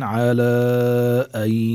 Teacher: المد المنفصل لأنه إجت الألف اللينة بآخر كلمة على والهمزة في أول كلمة أن